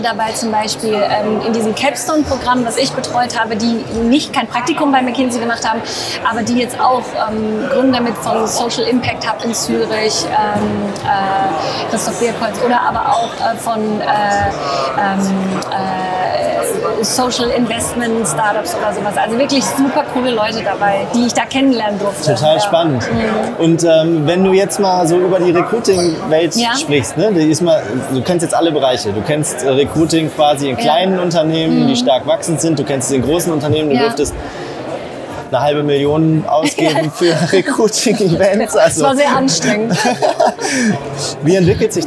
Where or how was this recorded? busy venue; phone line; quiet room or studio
busy venue